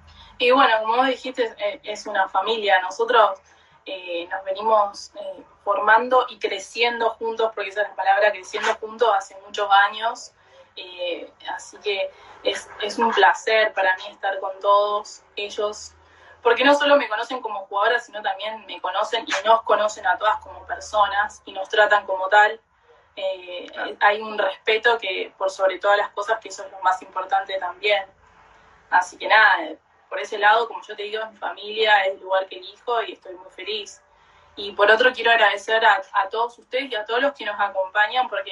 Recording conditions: video call